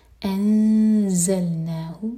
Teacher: زا کے لیے اخفا اور زا بزنگ ساؤنڈ کے ساتھ